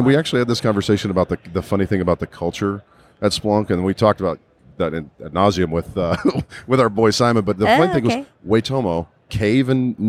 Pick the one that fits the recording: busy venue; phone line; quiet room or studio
busy venue